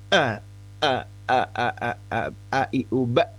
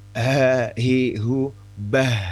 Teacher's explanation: mengucapkan huruf hamzah itu sangat kuat tertahan a i u ba dan ya. Tapi kalau huruf ha itu mendesis